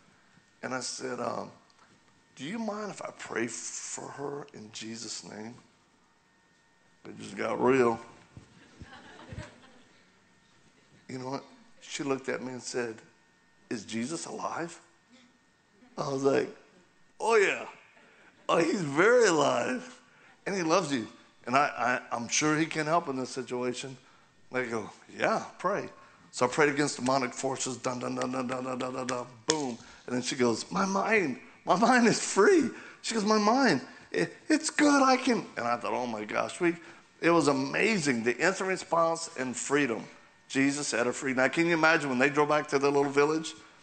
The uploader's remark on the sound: Continues his talk at Calvary Chapel Joplin.